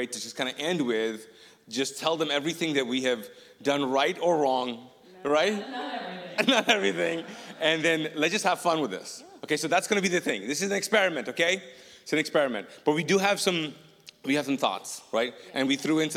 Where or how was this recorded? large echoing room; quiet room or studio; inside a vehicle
large echoing room